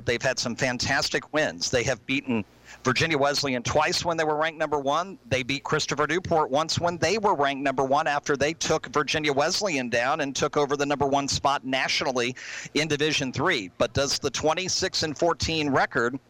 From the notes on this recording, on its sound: As heard live from Sports Page Grille Ashland on 102.9 The Mater and the RVA Sports Network.